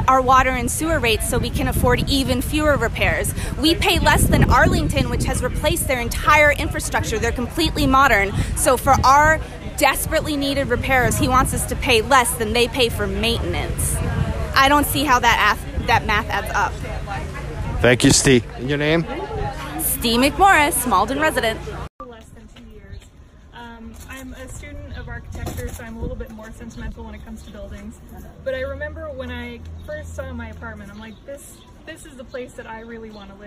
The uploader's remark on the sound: We spoke to and recorded audio from Saturday’s Rally outside of the rental property.